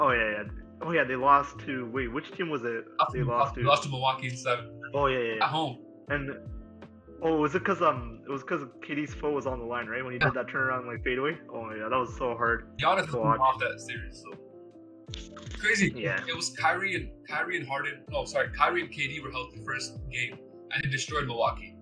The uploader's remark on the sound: We also apologize for the poor sound quality